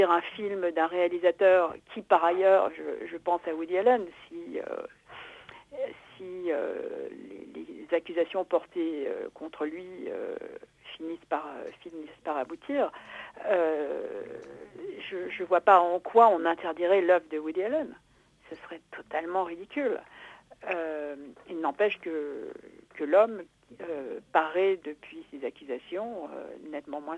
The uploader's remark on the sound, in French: Au combiné du téléphone de Radio Campus Paris. La matinale reçoit dans son studio.